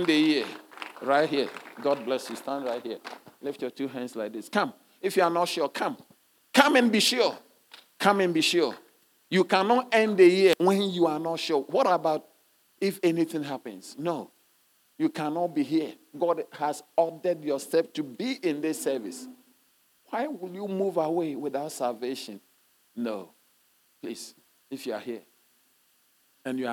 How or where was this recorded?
large echoing room